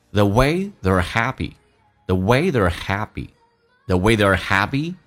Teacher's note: they are 在一起，它有一个很这个突出的一个叫做弱化现象，他不会说成 theyare，他会说成 the，一个咬舌音直接加个儿化音叫 er，就变成 the。你听一下 they are 跟 the 有没有很大的区别，所以你要搞懂什么叫做弱化现象。